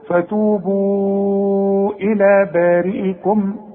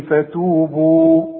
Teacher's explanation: اذا وصلت امد اربع حركات علشان بعده همس · Shown in: first take